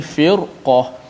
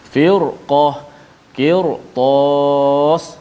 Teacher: kerana selepas ra ada huruf isti'la yang berbaris di atas maka kekal bacaan sini ra itu dibaca dengan tebal · Term: ra yang dibaca dengan tebal